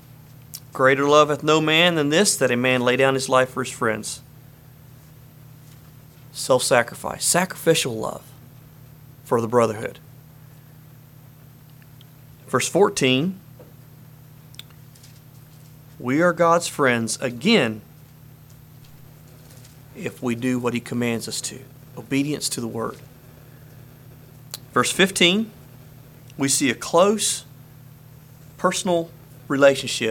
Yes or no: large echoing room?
yes